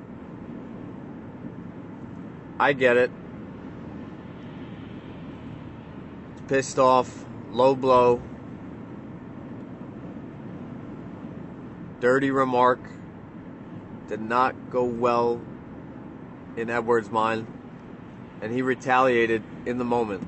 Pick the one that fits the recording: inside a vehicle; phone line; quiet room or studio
inside a vehicle